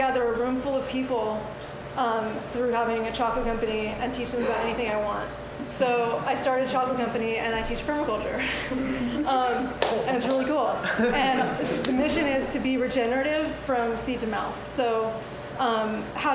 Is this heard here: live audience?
yes